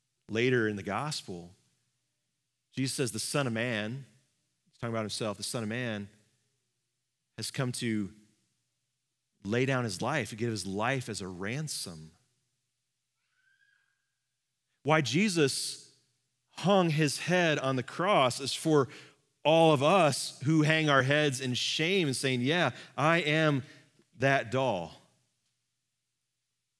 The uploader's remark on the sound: Live from our Celebration Ministry Center